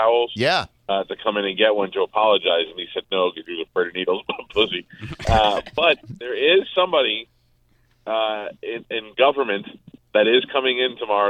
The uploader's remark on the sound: We called to get his thoughts on it!